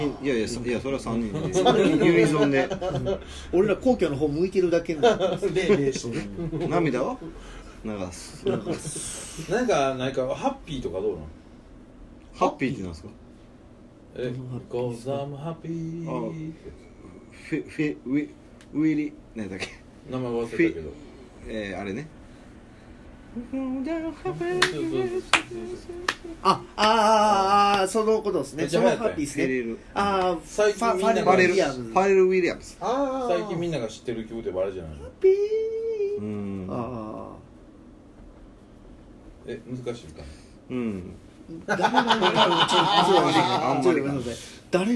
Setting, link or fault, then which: setting, busy venue